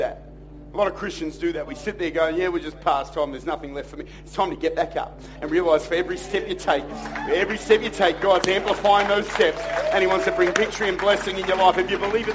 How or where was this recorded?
large echoing room